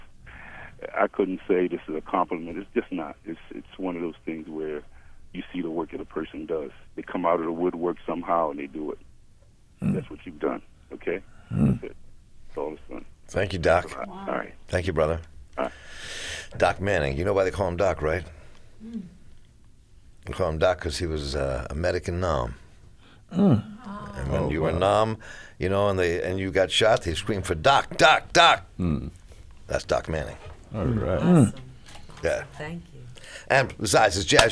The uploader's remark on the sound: We hosted a very special, unstructured, farewell show with open phones for listeners and many guests who came by to send us off.